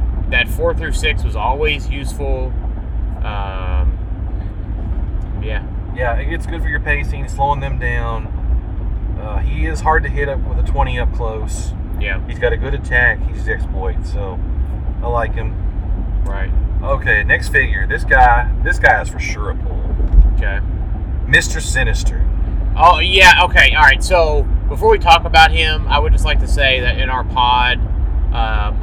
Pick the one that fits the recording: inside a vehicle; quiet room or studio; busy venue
inside a vehicle